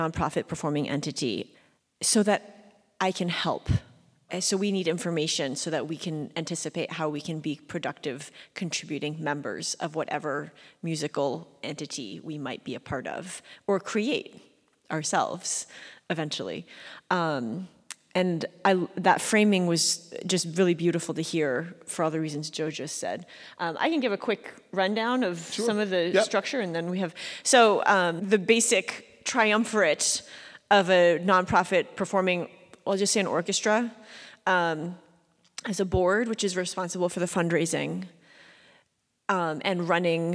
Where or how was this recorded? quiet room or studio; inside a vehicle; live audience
live audience